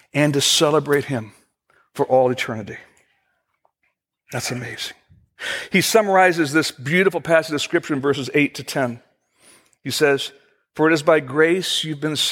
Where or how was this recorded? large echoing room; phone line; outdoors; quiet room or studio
large echoing room